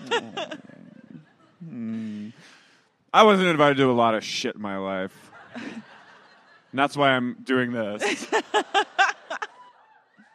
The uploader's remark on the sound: LIVE at The Sinclair